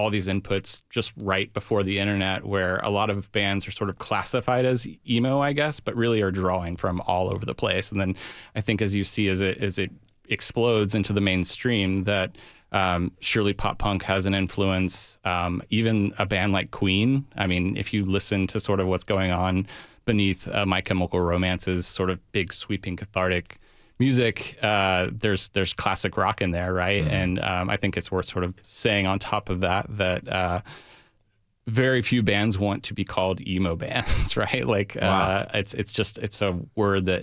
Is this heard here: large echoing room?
no